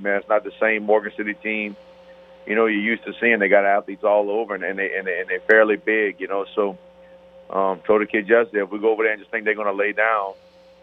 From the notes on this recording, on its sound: In the third segment we go to the phone lines